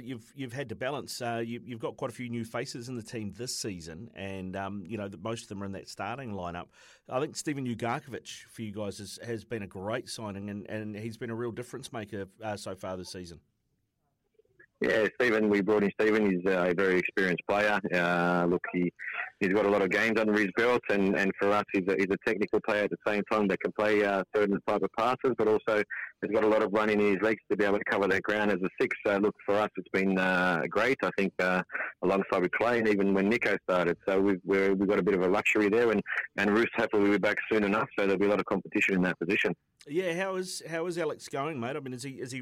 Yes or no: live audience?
no